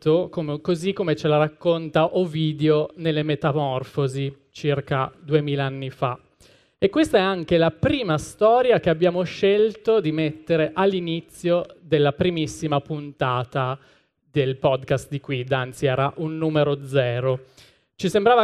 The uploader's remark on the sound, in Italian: Sul palco dell’Anfiteatro Apple in Piazza del Liberty per un evento live speciale, in occasione della Pride Week di Milano.